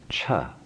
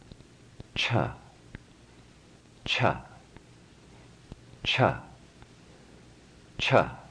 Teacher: The color red-orange indicates a hard sound, unvoiced, minimal resonance in the throat, but this time having full breath.